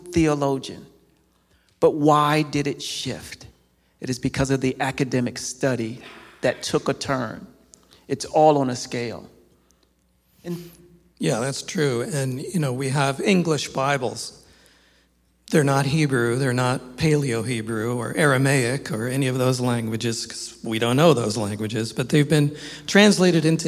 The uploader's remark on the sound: This episode of Staying at the Table was recorded live on Sunday, October 29th, 2023 at Cornerstone Christian Fellowship